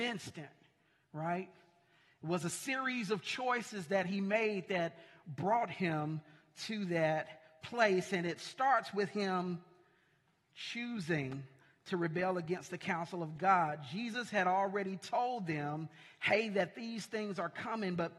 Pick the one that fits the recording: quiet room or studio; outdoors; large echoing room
large echoing room